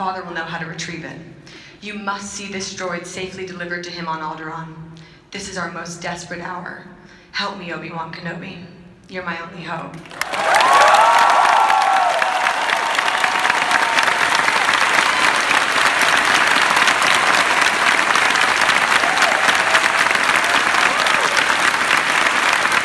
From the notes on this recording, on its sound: Listen to this exclusive live audio from Star Wars Celebration Orlando 2017. This was recorded in person while at the 40th Anniversary panel in SWCO 2017.